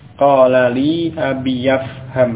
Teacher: kemudian baru bersambung dengan ifham, hamzah wasal tidak diucapkan sehingga menjadi abiyafham